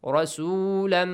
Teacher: Rasulam, merge them. Tanwin with meme. Rasulam, nasal sound also.